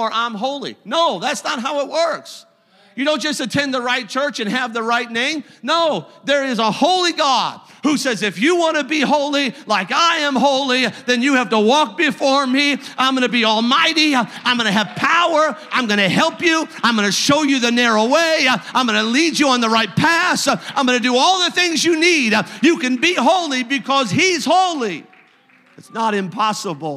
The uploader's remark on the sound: a service recording from Connect Point UPC